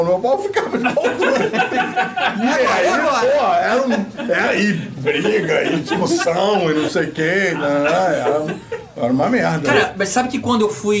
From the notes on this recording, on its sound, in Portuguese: Resolvemos fazer mais um agrado aos nossos ouvintes com um episódio extra gravado ao vivo… unplugged!!!